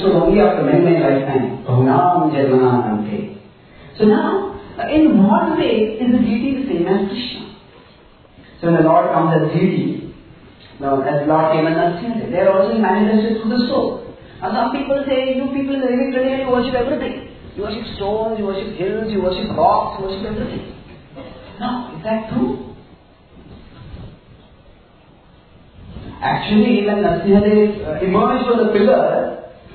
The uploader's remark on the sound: A talk given at the youth festival Prerana in May 2011